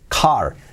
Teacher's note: car con la C bien fuerte y como si fuera tosiendo